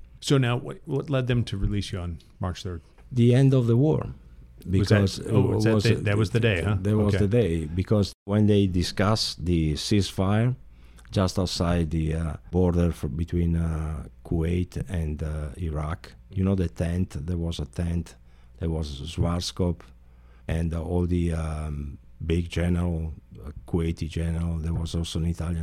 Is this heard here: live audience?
no